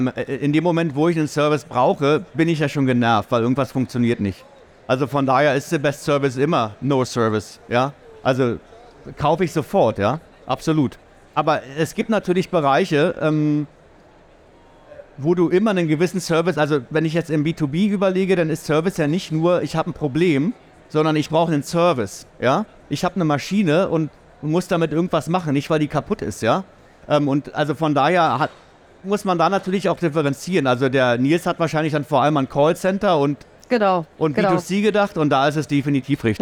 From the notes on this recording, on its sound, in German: OMR 2023. Live vom SAP Stand in Halle 4.